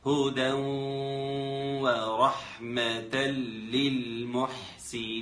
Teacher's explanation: الحكم هنا الحكم إدغام بغنة، لأن تنوين أتى بعده حرف الواو